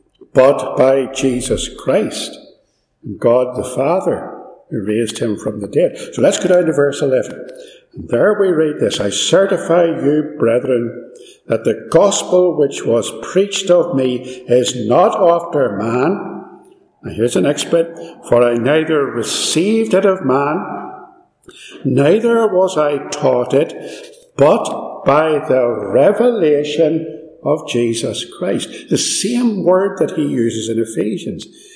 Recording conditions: echo